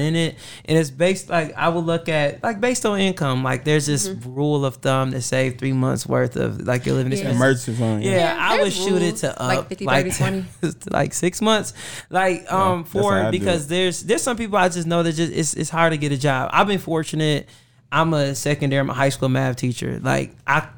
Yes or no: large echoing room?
no